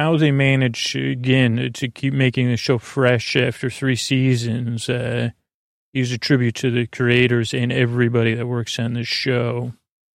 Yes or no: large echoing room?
no